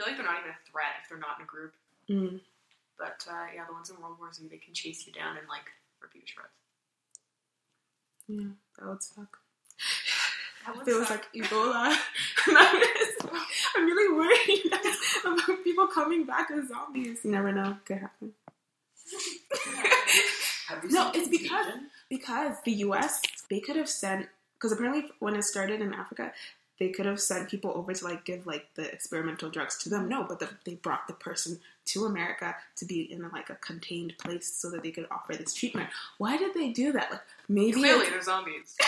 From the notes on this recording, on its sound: we had a lot of people on one mic